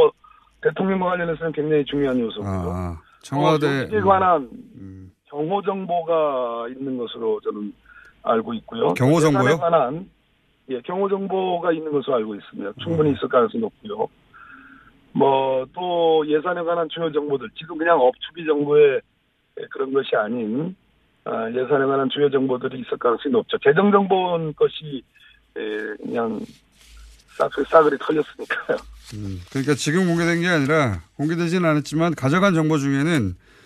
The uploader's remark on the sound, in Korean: 릴레이 전화연결